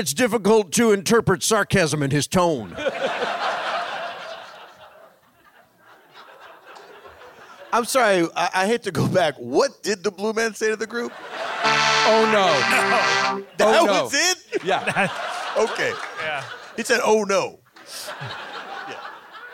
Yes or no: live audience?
yes